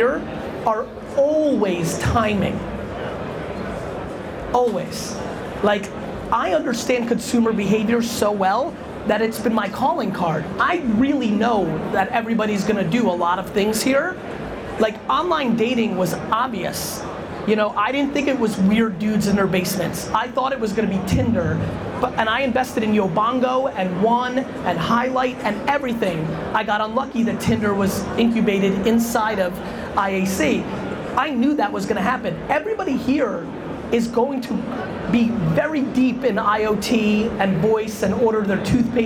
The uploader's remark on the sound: A Fireside Chat With Samsung NEXT at CES 2017.